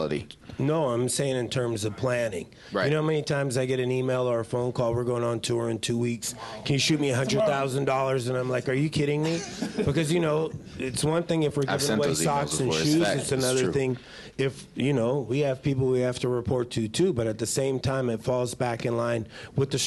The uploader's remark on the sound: In this episode, I'm at A3C Hip Hop Festival and conference